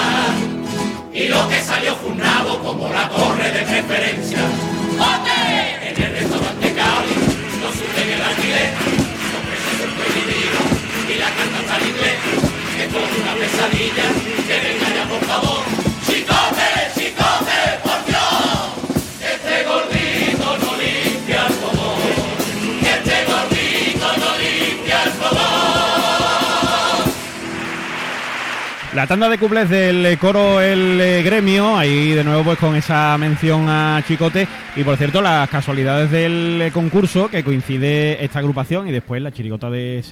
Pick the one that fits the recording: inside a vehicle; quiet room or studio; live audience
live audience